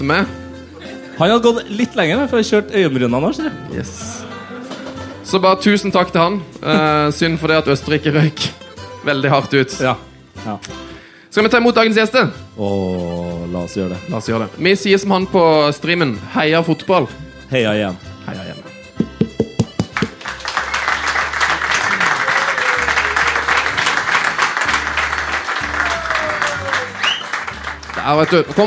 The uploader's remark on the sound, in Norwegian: Live EM-finaleshow fra en herlig pub i Trondheim.